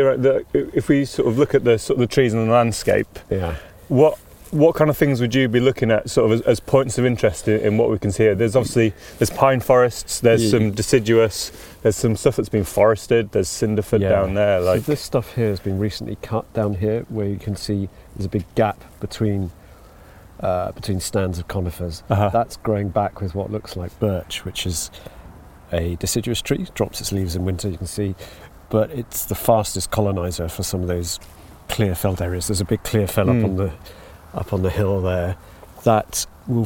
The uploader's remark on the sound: Taking in the natural sounds and sights of this large, diverse forest in the South West of the UK.